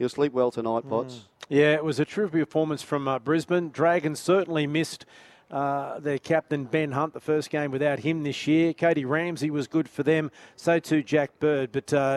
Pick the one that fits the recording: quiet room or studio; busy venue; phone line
busy venue